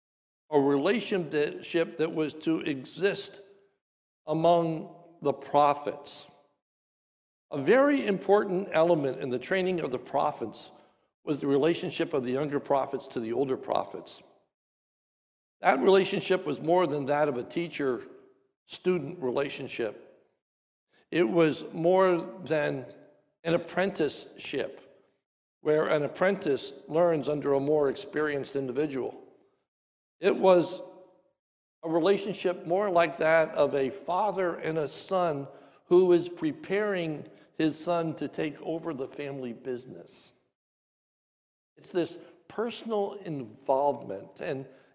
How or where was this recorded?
large echoing room